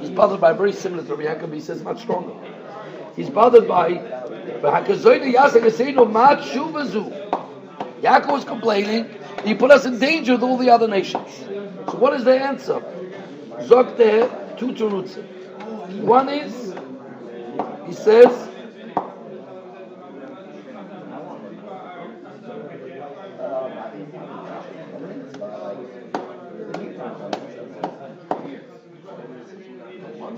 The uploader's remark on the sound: Shiur recorded in Yeshivas Ohr Reuven, Monsey, NY.